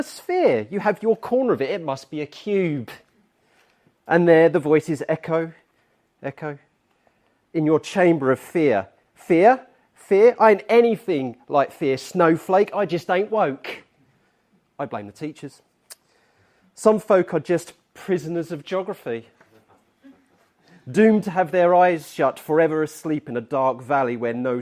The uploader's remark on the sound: replays their Teachmeet performance at the 2023 Geographical Association's Annual conference